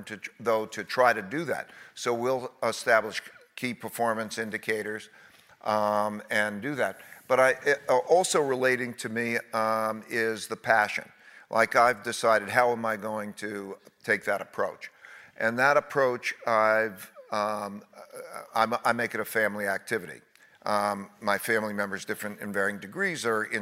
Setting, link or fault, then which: setting, live audience